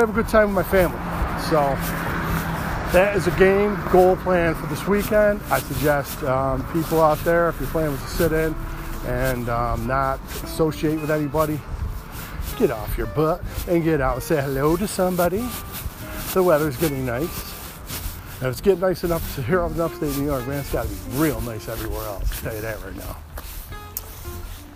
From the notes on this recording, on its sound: On the road. Walking sorry about my coat it’s too loud.